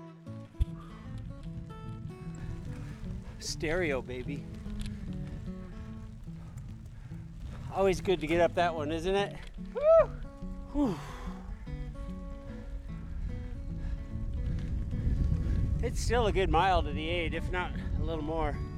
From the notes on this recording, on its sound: Bring a mic along on a 100K winter gravel race in south central Iowa, CIRREM, and weave it into an episode to take you along for the ride. On-the-bike gravel race experience.